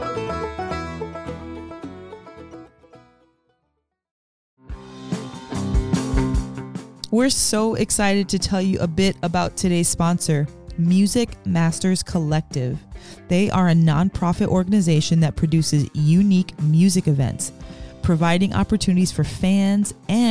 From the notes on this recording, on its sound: A Morning On The Porch. This is a live therapy session with the No Simple Road Crew, unedited, raw, unfiltered, and real.